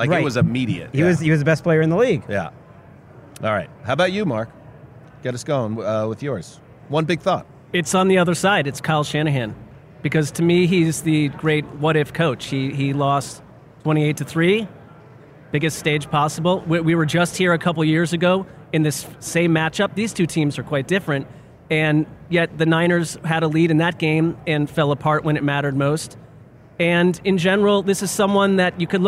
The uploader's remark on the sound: In a convention room full of heroes